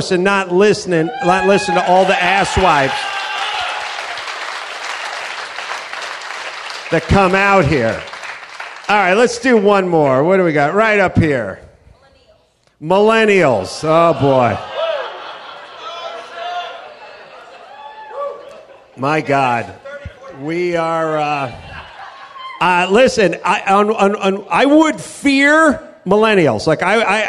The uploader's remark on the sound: Live from the Houston Improv